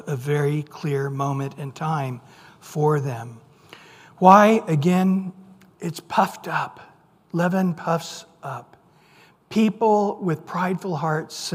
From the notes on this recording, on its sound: Recorded at Calvary Chapel of Los Alamitos on May 17 2023 on Wednesday evening sermon.